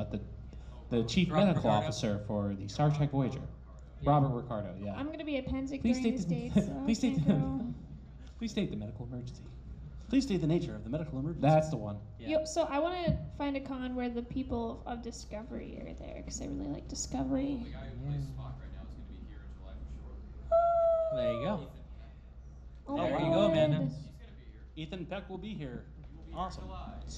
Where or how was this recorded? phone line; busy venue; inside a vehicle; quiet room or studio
busy venue